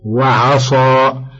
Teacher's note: الصاد، ويجب الحرص على ما تتصف به من استعلاء وإطباق نحو وعصى، لئلا تشتبه بالسين المتفقة معها في المخرج والصفات عدا هاتين الصفتين.